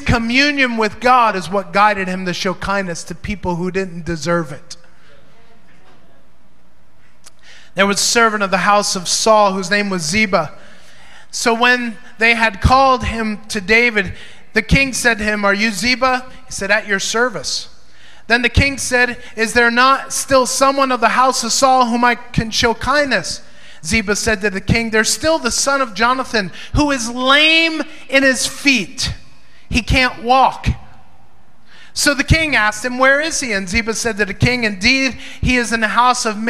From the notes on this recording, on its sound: Recorded during Maranatha Family Church's (Davao) Sunday Service at FIRE School of Ministry Philippines.